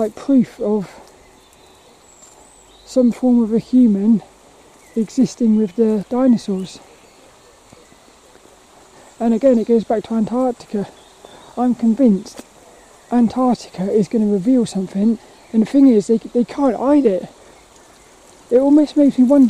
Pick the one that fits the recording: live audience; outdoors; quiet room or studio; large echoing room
outdoors